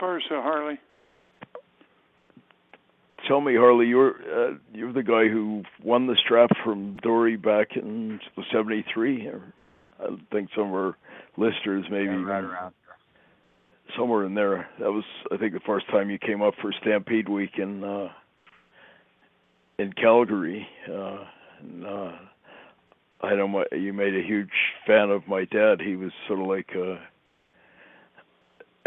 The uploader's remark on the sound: scheduled to call in and tell their tales